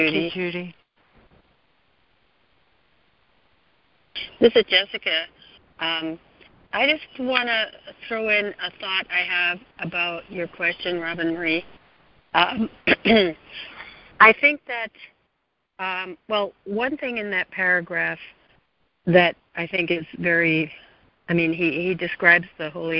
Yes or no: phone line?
yes